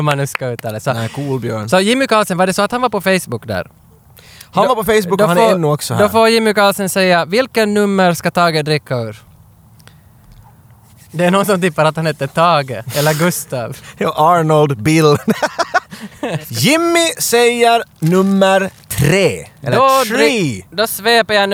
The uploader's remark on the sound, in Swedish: Men inte till nattgaraget under huset, utan långt ut på strandkanten. Podden är denna gång inspelad bland pöbeln ute på Råholmen i Helsingfors, och samtidigt live-streamad till våra glada följare för maximal interaktion med vildsinta actiondårar.